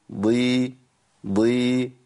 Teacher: الضاد تبقى فوق شويه لانها ايه؟ فيها صفه ثانيه قوه زياده اللي هي صفه الاطباق